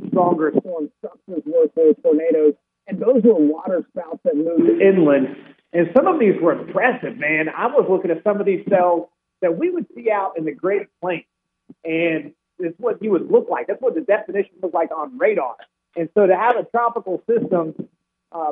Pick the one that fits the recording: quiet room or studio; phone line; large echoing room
phone line